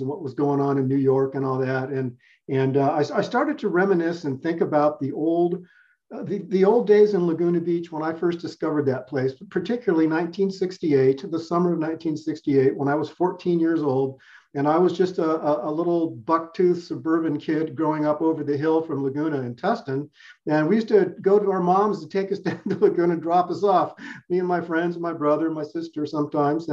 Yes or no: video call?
yes